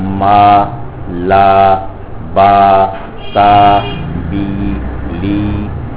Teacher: ناک میں لے جائے بغیر ادا کریں گے